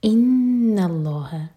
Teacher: वत्तकुल्लाह, लामे जलाल heavy, हा को साकिन करेंगे तो मद आरद लिस्सुकून। इन्नल्लाह, इन्न नून पर गुन्ना और नून लाइट, लामे जलाल हैवी